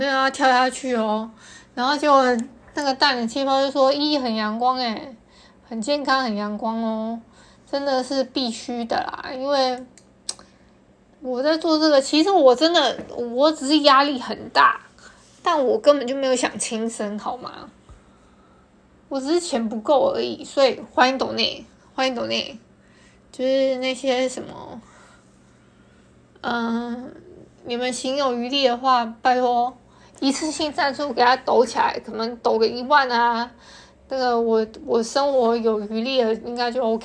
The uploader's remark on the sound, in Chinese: 因為用手機錄製的關係，就當設備休息一下吧！音檔不會重調的。